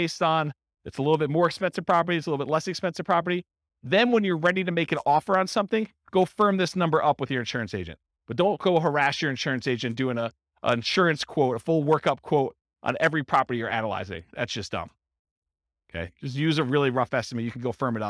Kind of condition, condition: setting, live audience